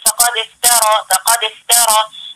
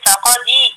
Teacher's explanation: هنا كسر في الدال لالتقاء الساكنين، فلازم نكسر الدال · Shown in: second take · Term: دال مكسورة